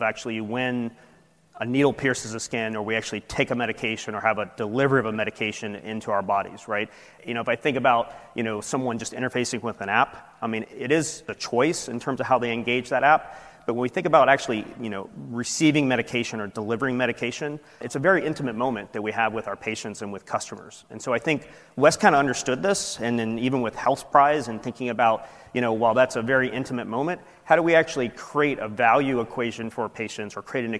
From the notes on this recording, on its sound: industry keynote recorded at the 8th annual Partnership Opportunities in Drug Delivery (PODD) conference